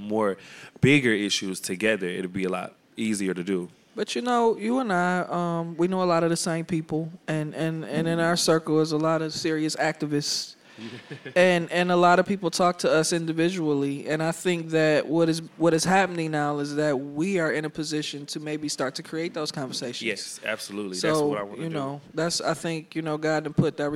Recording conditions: busy venue